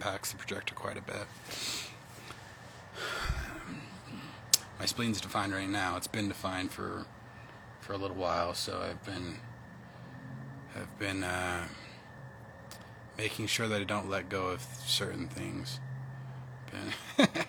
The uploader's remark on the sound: Instagram Live from October 8, 2021